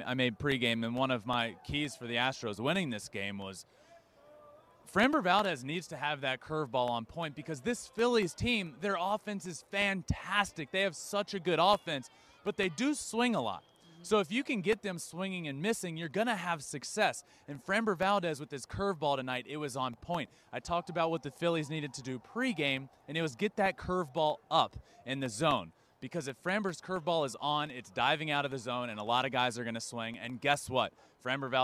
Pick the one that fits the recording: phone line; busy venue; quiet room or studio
busy venue